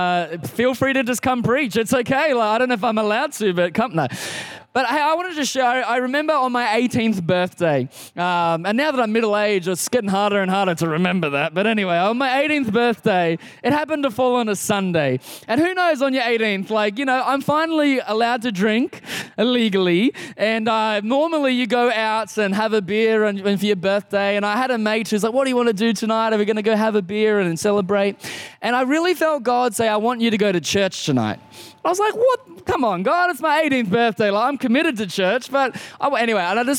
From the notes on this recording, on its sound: Recorded in the 5pm service on Sunday, 18th September 2022